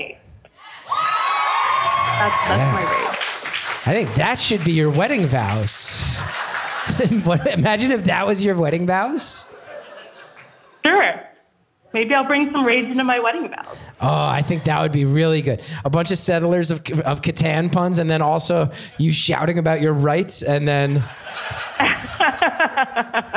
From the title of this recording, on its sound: Live from Michigan